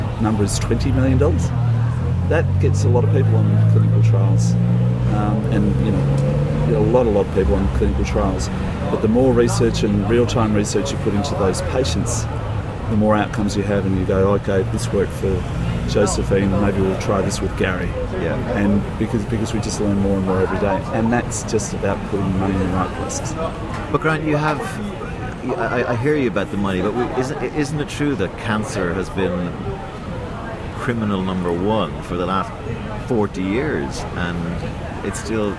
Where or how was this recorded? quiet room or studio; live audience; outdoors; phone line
outdoors